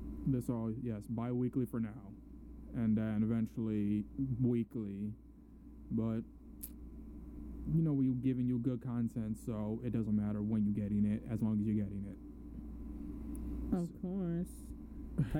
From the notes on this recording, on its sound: sorry about the audio